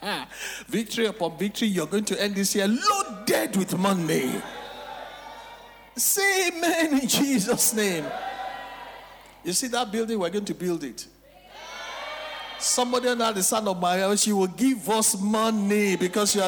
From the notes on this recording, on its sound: Recorded LIVE at our MidWeek Interactive Service on Jan 17, 2024.